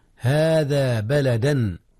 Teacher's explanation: التنوين أظهر قبل الهمزة · Term: إظهار